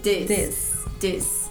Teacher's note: E no this, o TH vai ficar com som de D